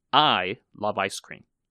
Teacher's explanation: This can mean thatYou love ice cream, but maybe not other people. 所以它的这个重音是在 I.